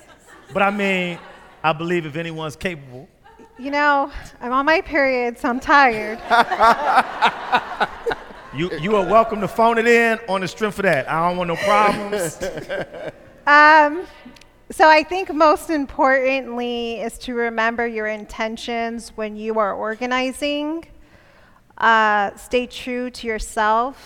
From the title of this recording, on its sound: Live in Sacramento